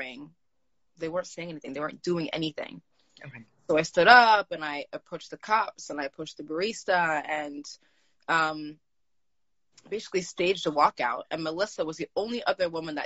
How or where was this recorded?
video call